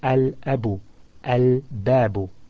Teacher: you pronounce the lam clearly, al, and then you pronounce the first letter after it completely without joining the two together